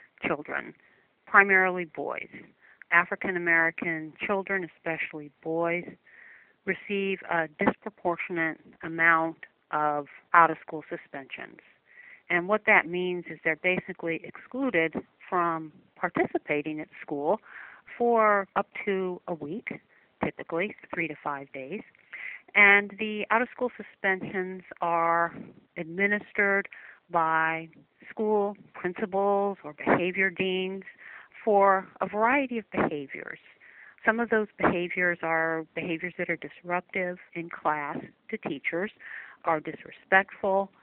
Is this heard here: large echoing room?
no